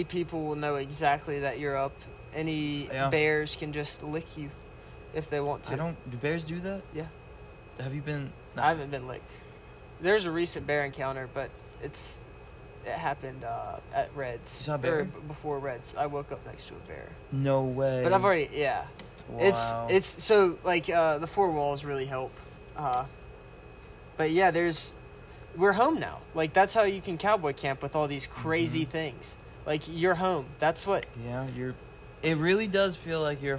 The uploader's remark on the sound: talk at mile 1717 of the Pacific Crest Trail